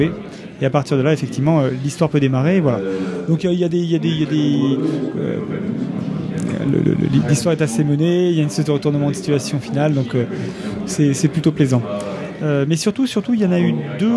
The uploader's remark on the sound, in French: Au coeur de la convention du Fantastique de Rouen